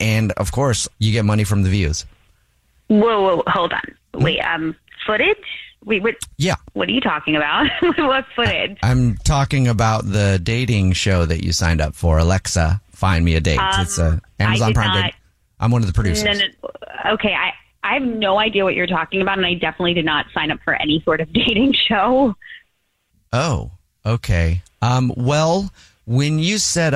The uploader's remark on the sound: phone prank style